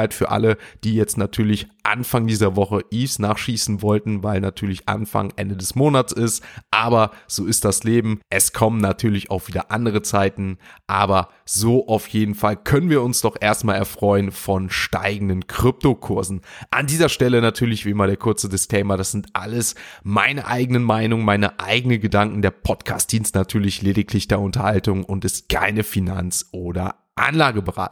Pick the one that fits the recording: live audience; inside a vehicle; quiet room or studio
quiet room or studio